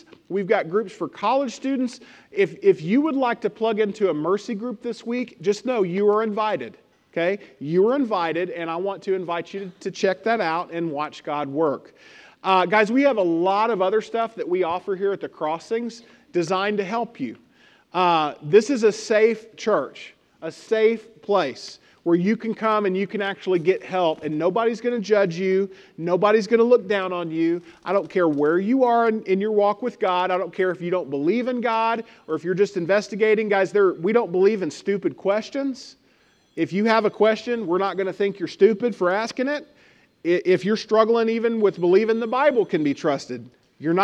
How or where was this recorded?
large echoing room